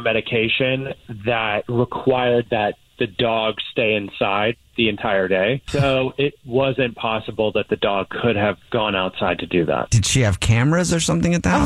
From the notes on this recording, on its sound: The man on the phone